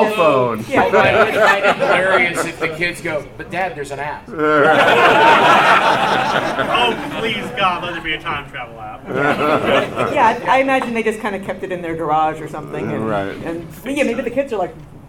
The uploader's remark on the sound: Dragoncon 2019. We take a step back into time and observe a panel from a bygone age of maskless, in-person convention gathering.